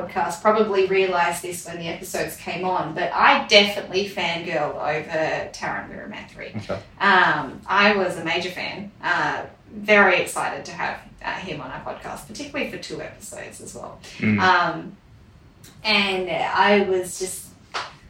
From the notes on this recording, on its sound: We had a couple of issues with our recording for this episode, so we have gone with our backup recording which sounds a little different to usual